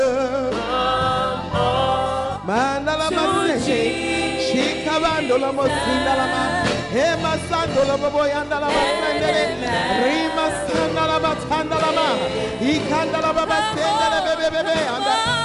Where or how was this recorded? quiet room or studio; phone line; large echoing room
large echoing room